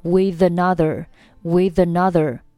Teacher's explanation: 这里 with 和 another 构成辅元连读